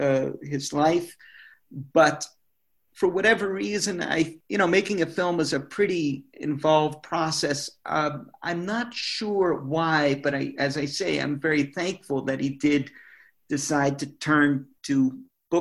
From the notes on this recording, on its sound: via Zoom.